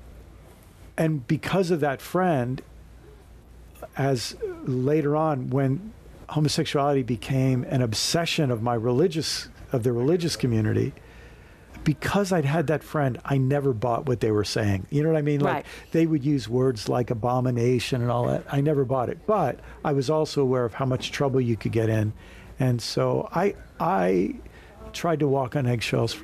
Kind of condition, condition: setting, busy venue